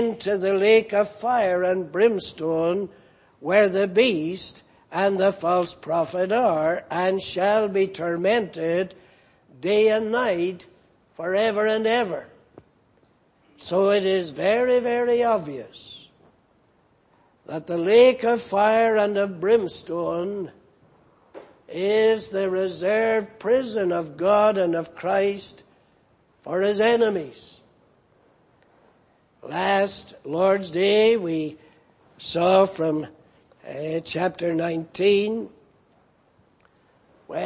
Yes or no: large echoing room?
yes